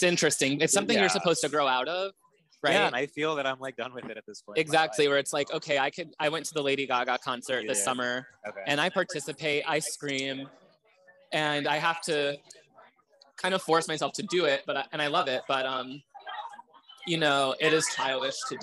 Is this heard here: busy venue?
yes